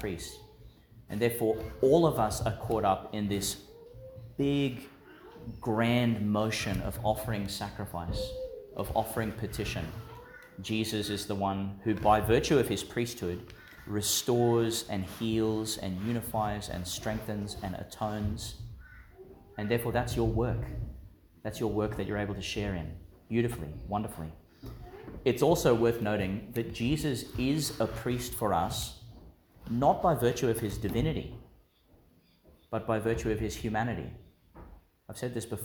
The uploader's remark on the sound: delivered in Our Lady of Mt Carmel Church, Mt Larcom, Qld.